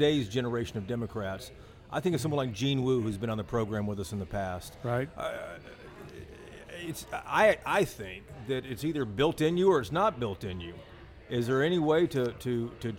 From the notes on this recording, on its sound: This episode was recorded at the iconic Stoneleigh P in Dallas